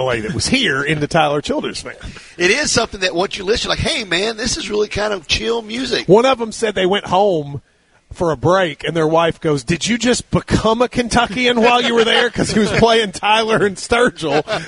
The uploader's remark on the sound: KSR is Live at KSBar & Grille talking Kentucky Football and taking your calls.